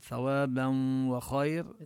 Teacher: ندغم هذه النون التي في التنوين بالواو إدغاما مع الغنة، ولم يضع الشدة على الواو لأن الإدغام كما بينا هو إدغام ناقص.